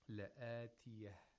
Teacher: if we do waqf, we have to pronounce the ta like just a like ha · Term: ta'u ta'neeth